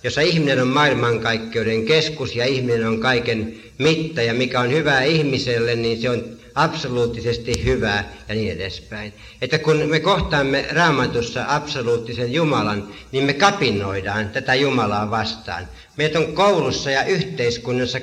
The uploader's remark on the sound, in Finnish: äänitetty Helsingissä Sanan kulmassa 1983